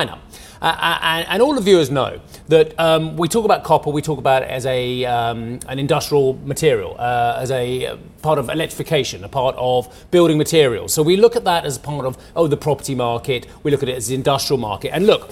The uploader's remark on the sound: We are live in Vienna for the Opec Seminar